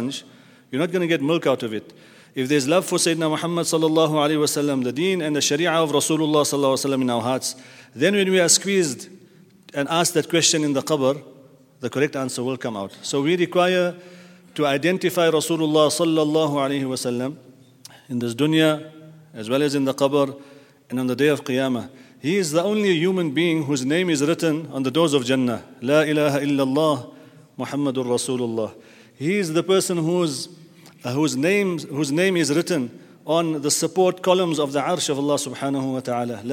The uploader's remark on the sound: At the Houghton Masjid (West Street).